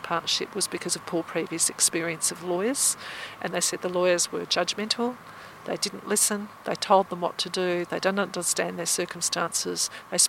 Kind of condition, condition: setting, outdoors